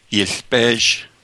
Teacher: starts with a low syllable, then a long high syllable.